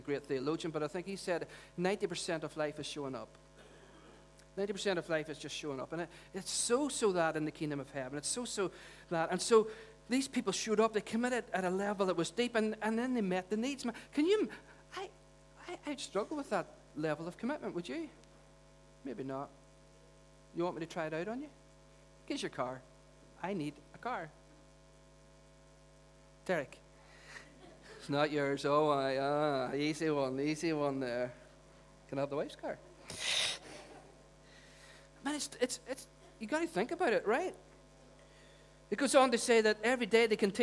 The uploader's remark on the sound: Recorded at our Storehouse Venue on 25th March 2018.